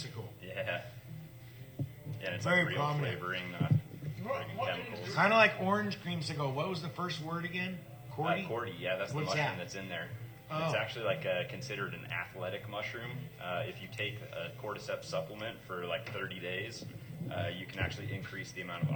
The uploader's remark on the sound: live from his surf show in Santa Cruz